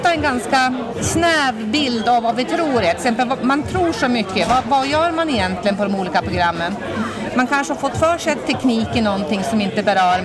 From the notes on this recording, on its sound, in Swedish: Andra avsnittet av tekniktjejer spelas in live under Science City lördagen den 22/10.